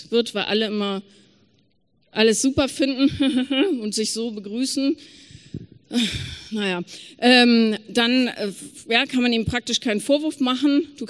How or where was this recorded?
live audience